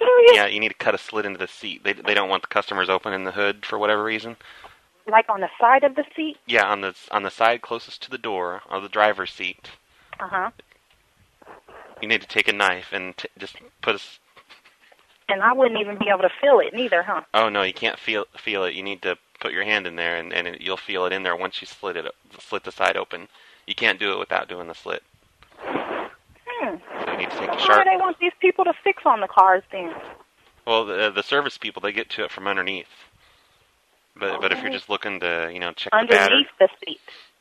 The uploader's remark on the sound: "dealership how do i open the hood01" from archive.org was assembled into the "RBCP's Personal Prank Phone Calls Collection" podcast by Fourble.